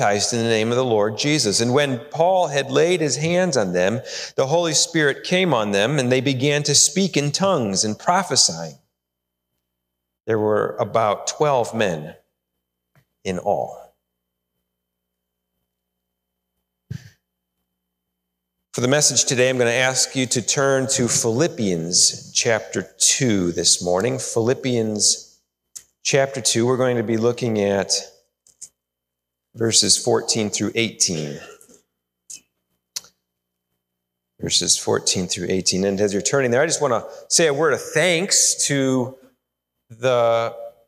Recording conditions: large echoing room